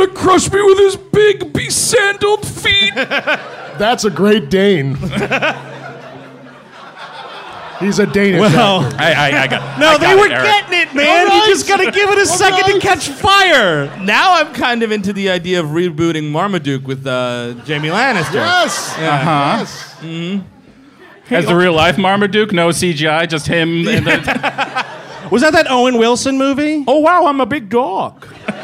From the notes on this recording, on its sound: Live in Boston. Live from Boston, Massachusetts. Performed live, for one night only.